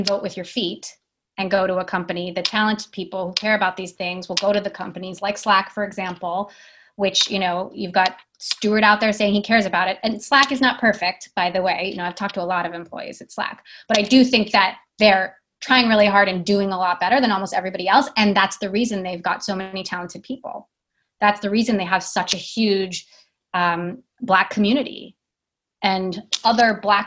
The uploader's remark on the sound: Posting the audio recording of our Book Club Zoom session